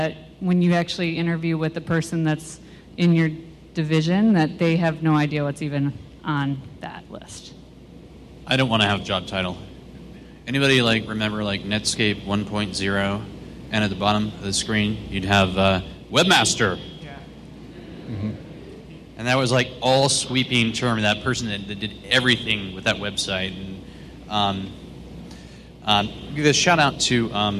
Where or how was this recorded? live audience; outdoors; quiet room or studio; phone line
live audience